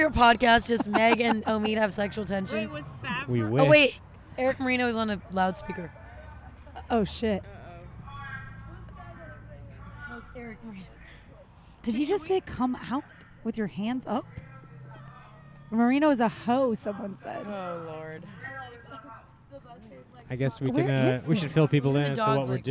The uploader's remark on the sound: Recorded on a rooftop in Los Angeles.